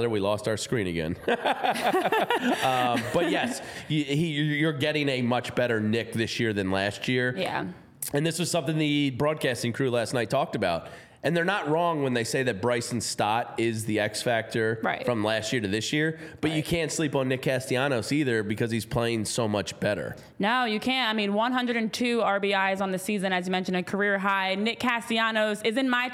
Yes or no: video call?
no